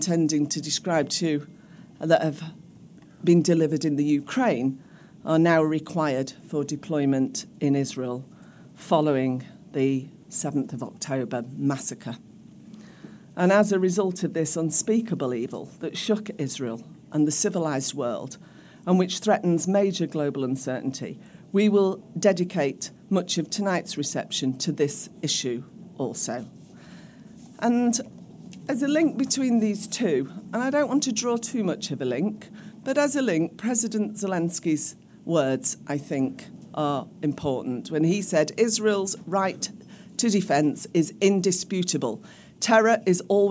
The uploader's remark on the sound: Elnet UK's reception at the Houses of Parliament. It was both heartening and morale boosting for everyone who attended a Parliamentary reception at the Palace of Westminster.